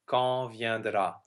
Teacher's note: The N and the D are both gone. The N because it's part of the nasal, and the D is just gone.